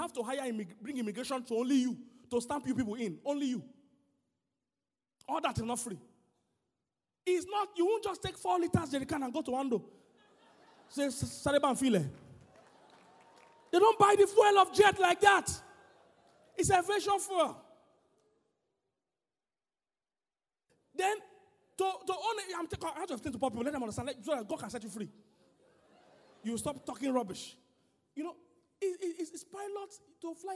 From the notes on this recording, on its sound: Sermon: GAINING MOMENTUM 2019 CONFERENCE Island- Day 1